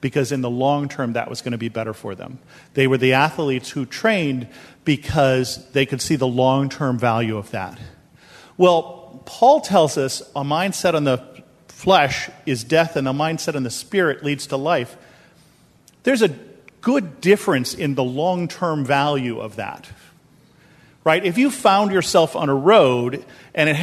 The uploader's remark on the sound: This episode is a sermon that I preached at Bethel Lutheran Church in Cupertino, California.